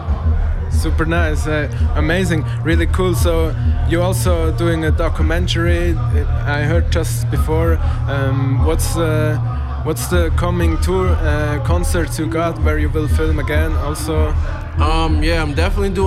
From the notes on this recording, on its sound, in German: Live vom Hood Look Good -Festival. Make the Hood Look Good live aus Aarau. Live vom Hood Look Good -Festival.